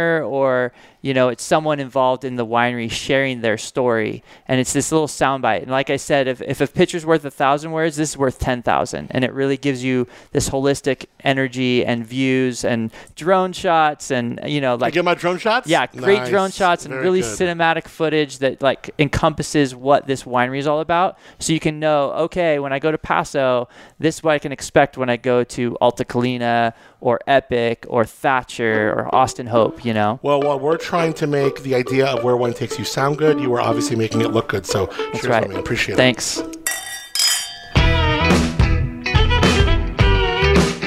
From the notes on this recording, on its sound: Takes you straight to the heart of the action at the Paso Wine Harvest Party. Recorded amidst the gorgeous surroundings of Fabelist Wine Company.